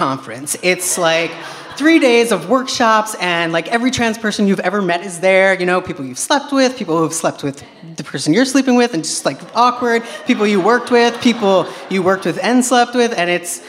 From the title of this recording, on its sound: Live From San Francisco